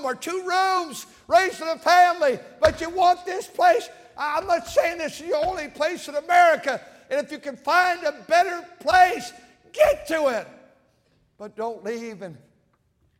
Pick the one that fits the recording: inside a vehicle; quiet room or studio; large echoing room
large echoing room